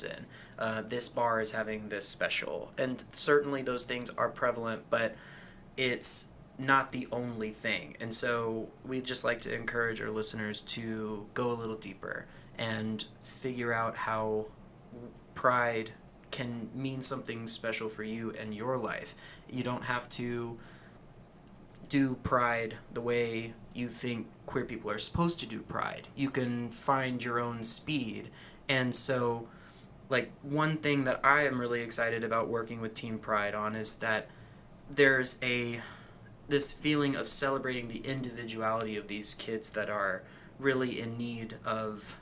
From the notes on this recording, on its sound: We apologize for the slight hum. Our staff was working with some new equipment, and we'll do better next time.